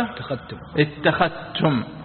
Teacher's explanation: فيدغم الذال في التاء